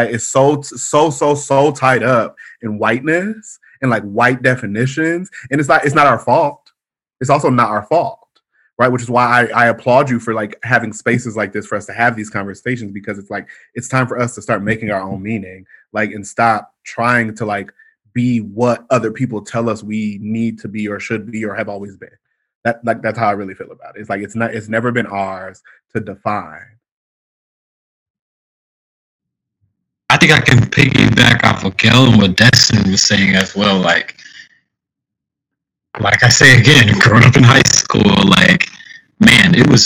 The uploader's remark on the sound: In this episode I host a Zoom session. With 6 important Black men in my life.